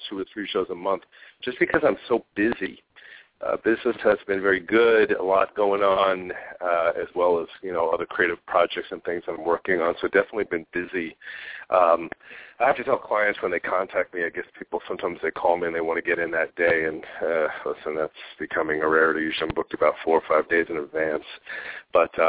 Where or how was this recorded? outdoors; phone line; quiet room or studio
phone line